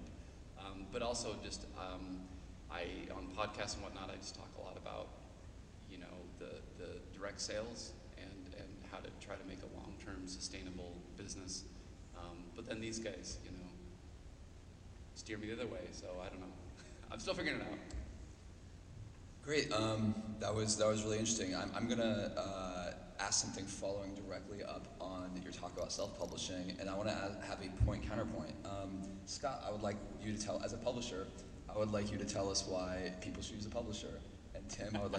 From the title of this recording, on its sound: CEO Panel at pax unplugged